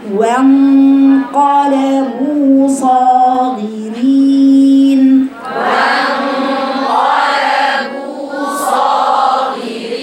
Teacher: احضري ان انت تفخمي الواو علشان النون هنا بعدها قاف يبقى فيها غنة مفخمة تقوليش وان قلب وان وان هي الواو رقيقة ثم الغنة مفخمة كما قرأ الحصري رحمة الله عليه يبقى نقرأها وانقلبوا صاغرين وانقلبوا صاغرين.